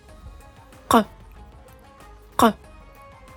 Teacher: Звук, который передается буквой КАФ, считается сложным, потому что произносить его не так уж и легко. Он произносится в гортани, точнее, на стыке гортани и нёбного язычка.